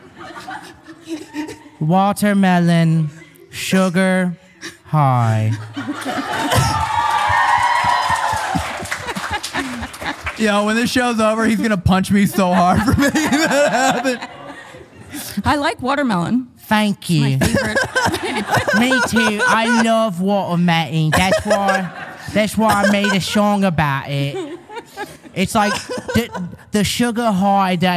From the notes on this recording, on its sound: This episode was filmed in front of a live audience at the haunted Pennhurst Asylum in Spring City, PA on August 25, 2022.